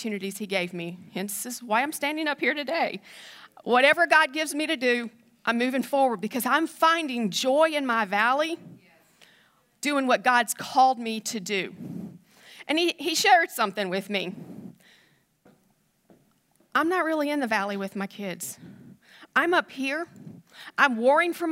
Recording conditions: large echoing room